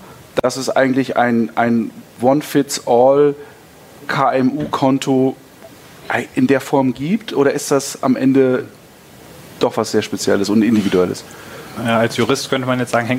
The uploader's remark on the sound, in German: Live von der BEX20